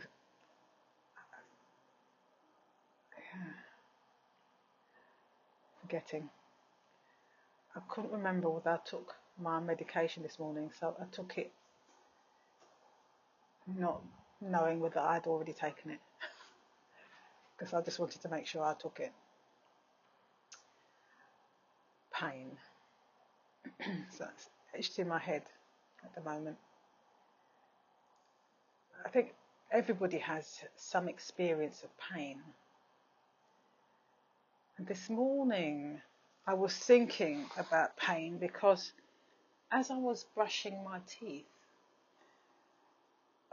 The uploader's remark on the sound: I managed to get out for another walk today. I've created a habit now of stopping to record my audio journal at the beginning of my walk so that I'm not so tired.